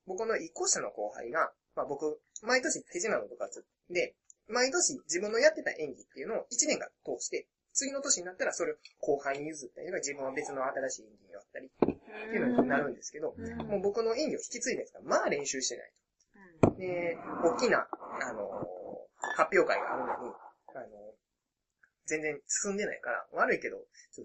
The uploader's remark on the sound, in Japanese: ごはんを食べながら収録してますので、もぐもぐ音が多量に発生しておりますので。